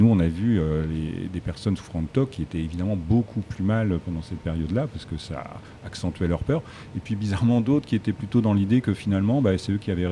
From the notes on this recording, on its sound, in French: Festival Pariscience. MNHN. Nous avons eu la chance de l'enregistrer en direct depuis la grande galerie de l'évolution en partenariat avec le festival du film scientifique : Pariscience !